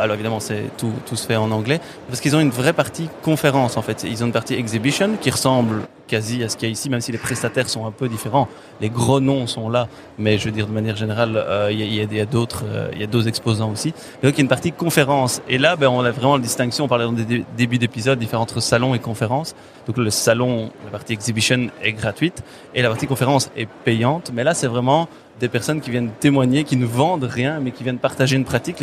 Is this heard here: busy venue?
yes